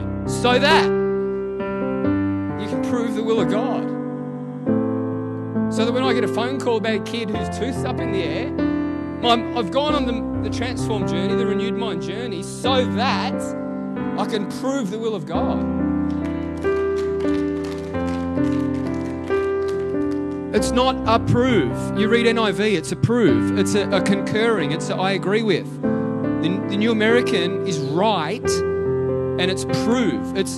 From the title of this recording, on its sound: LIVE at Echo Church